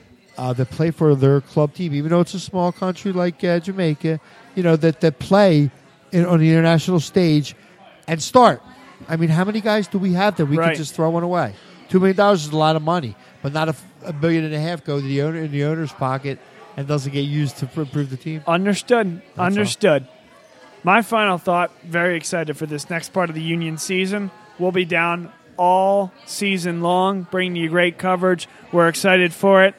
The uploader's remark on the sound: live from Villa Capri Pizza in Doylestown, PA